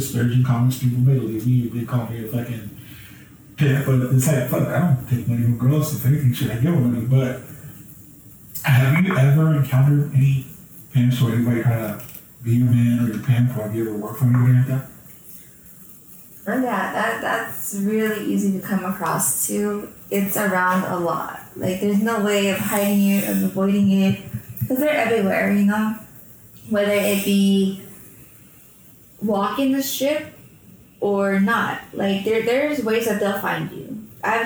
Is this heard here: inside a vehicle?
no